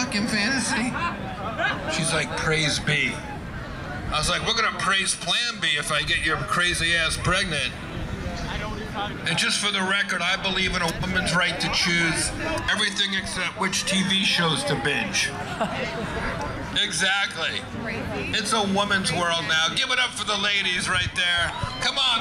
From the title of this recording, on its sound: Live at Hippie Hill SF